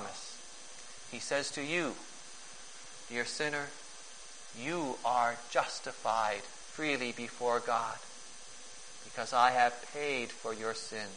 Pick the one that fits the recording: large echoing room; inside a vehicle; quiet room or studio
large echoing room